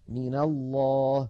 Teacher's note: فالأمثلة التي أمامنا: من الله، أصلها من، من حرف جر نونه ساكنة، فلما التقت مع لفظ الجلالة وأول لفظ الجلالة لام ساكنة تحرك الأول بالفتح لأن الفتح أخف الحركات فصارت من الله.